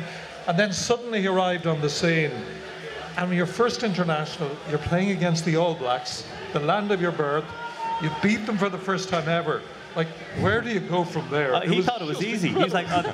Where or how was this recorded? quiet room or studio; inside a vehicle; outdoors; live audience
live audience